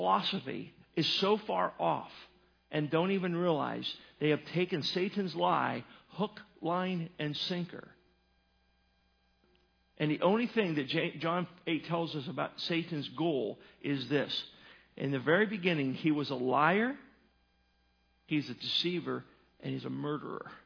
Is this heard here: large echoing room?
yes